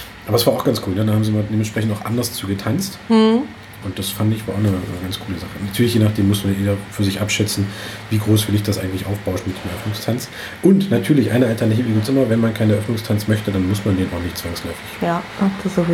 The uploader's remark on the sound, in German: Diese Episode haben wir übrigens in der schönen Teestube "Mitten im September" in Cottbus aufgenommen. Der Hochzeits-Podcast direkt aus dem Spreewald.